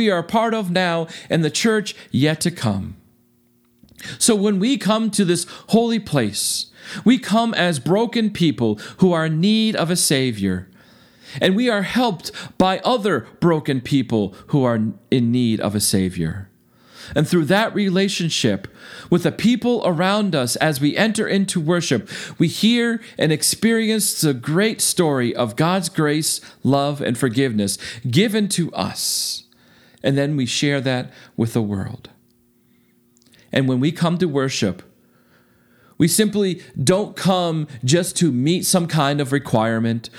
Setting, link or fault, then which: setting, large echoing room